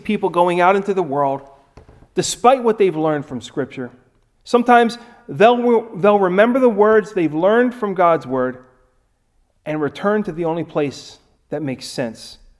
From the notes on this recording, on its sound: Recorded at Ebenezer UMC on March 7, 2021